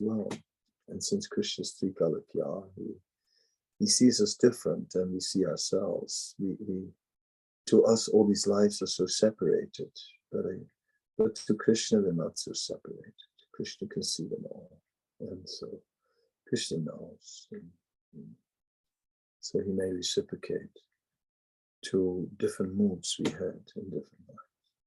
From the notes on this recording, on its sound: Zoom Meeting.